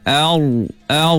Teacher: Hamzah tu nipis, ra saya tebal. Ar, ar bukan or, or.